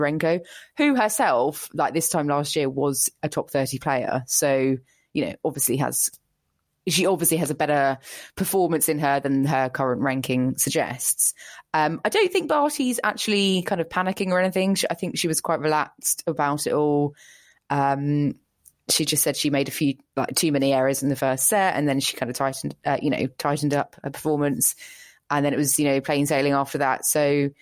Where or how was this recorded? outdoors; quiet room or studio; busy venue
quiet room or studio